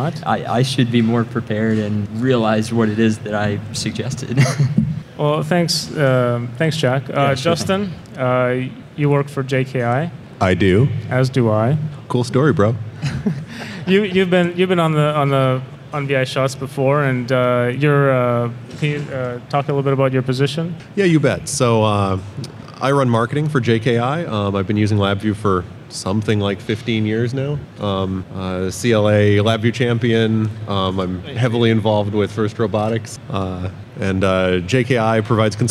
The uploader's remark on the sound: Here's a recording of the VI Shots Live panel I did way back at NIWeek 2012.